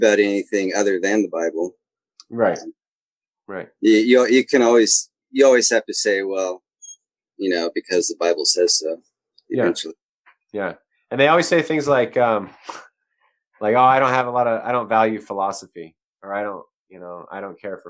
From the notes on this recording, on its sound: the guys have their first-ever "Zoomfire" session